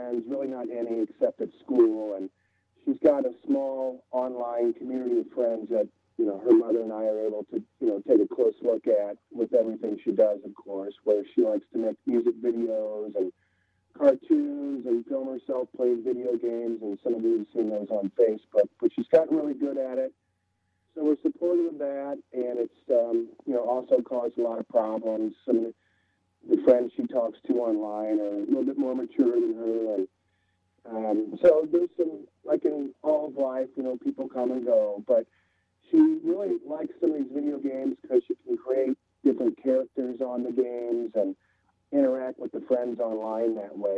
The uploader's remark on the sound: Live on WRCR. Plus, a couple of phone calls.